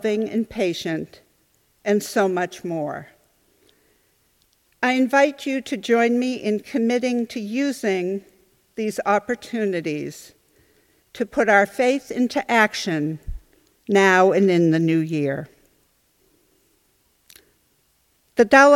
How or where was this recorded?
large echoing room